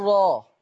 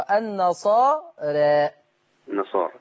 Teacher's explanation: انا بقى عايز الوسط لان الاماله الصغرى اللي هو التقليل وسط ما بين الفتح وما بين الاماله الكبرى · Shown in: second take